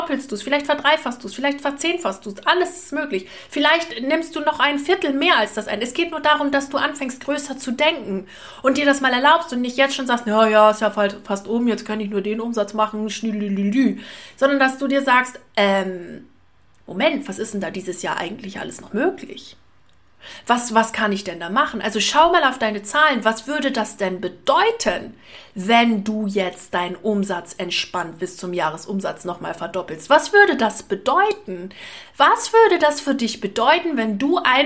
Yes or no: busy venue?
no